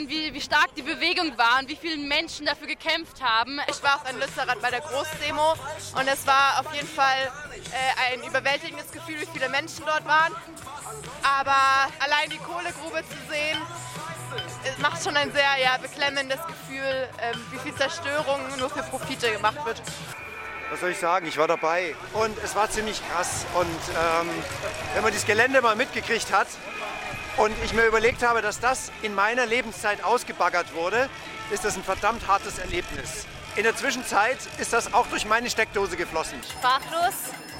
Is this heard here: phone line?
no